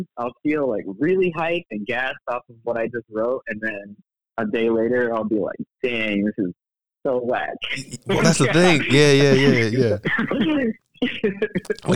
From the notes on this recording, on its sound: This series is filled with phone conversations by poets, artist, parents, teachers and nerds.